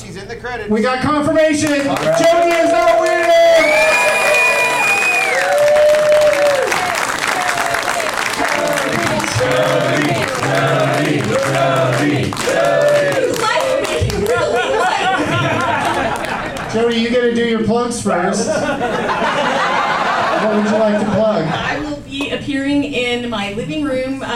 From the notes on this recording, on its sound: Live from the Punchline in Sacramento